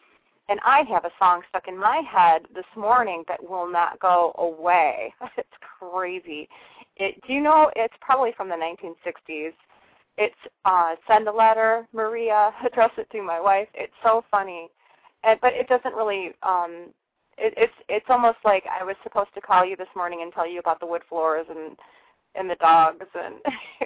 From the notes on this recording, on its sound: callers are free to call in and ask questions or request short readings